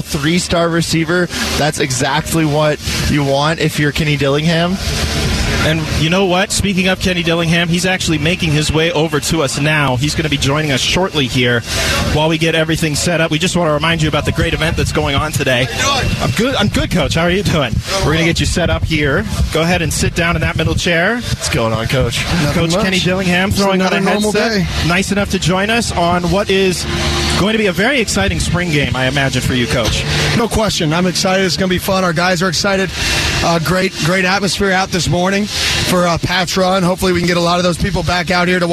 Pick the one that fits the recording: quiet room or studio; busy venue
busy venue